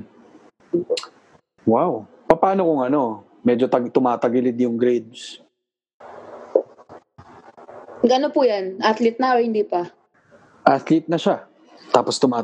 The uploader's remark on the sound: via Zoom